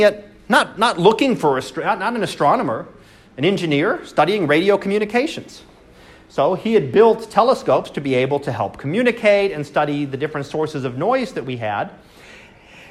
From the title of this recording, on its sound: Live Class Lecture